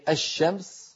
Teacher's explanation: ندغم اللام في الشين فنقول الشا ولا نقول الشمس، ما أحد يقول الشمس. · Term: شمسية